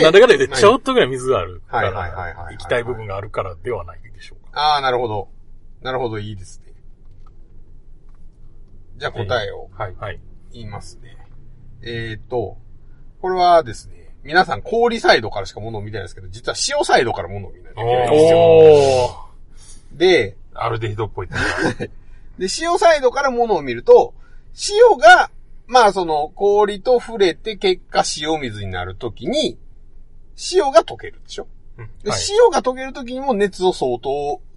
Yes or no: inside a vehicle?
yes